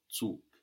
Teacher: It's hardened and we hear a K